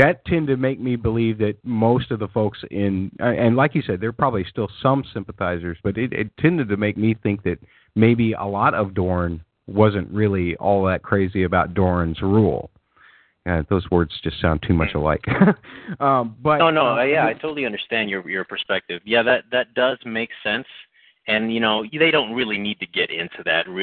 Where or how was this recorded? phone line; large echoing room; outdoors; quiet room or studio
phone line